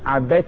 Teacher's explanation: عبدت اتلغت الدال اتدمجت جوه التاء